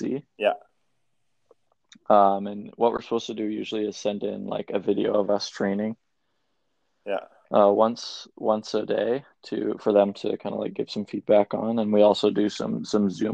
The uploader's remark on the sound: Connect over the phone.